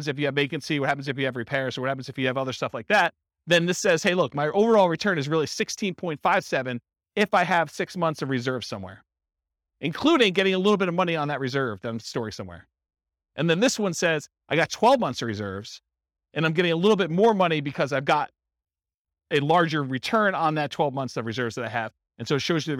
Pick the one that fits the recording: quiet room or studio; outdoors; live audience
live audience